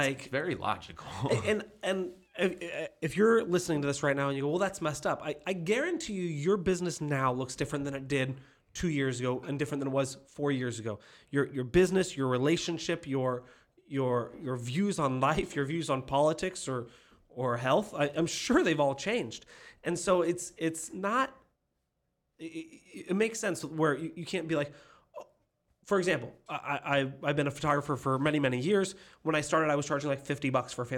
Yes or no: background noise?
no